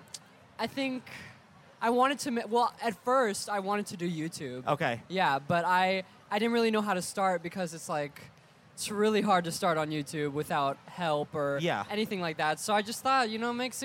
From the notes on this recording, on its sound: live at VidCon!